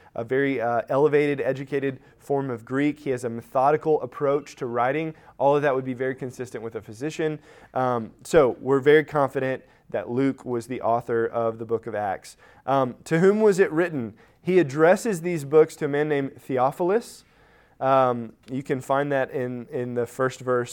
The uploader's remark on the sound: Recorded at Emmaus Church in Buford, GA